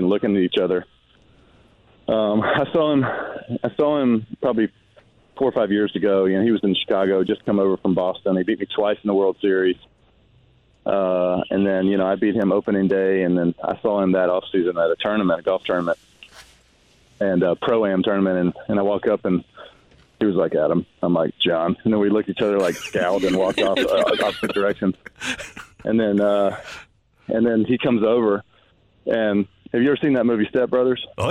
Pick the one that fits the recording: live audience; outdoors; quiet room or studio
outdoors